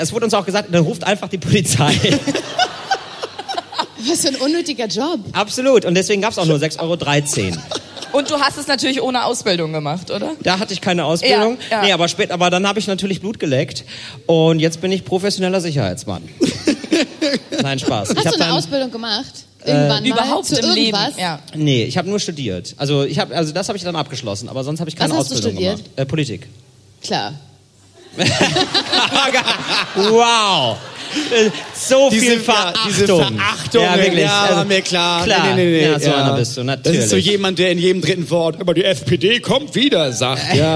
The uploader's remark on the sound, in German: Live vom Podcastfestival Hamburg. Live MIT Herrengedeck vom Podcastfestival Hamburg.